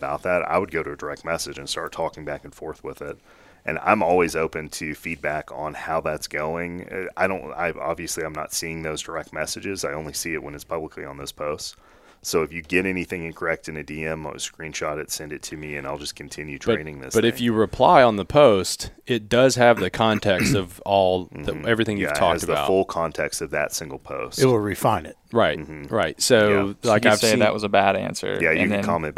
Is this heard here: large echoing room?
no